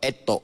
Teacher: Orang Kelantan ni dia suka sebut ta jadi to.